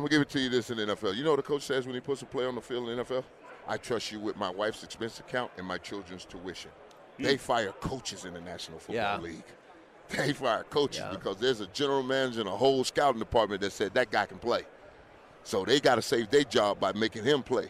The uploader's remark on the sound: LIVE from Radio Row